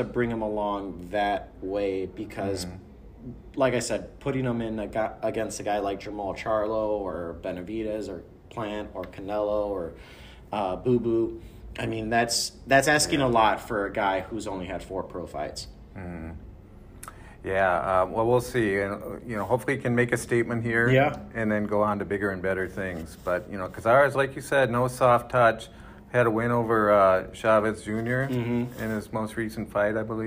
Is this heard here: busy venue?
yes